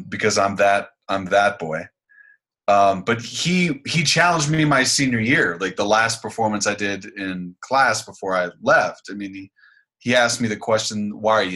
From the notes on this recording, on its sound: This episode we Zoom-ed up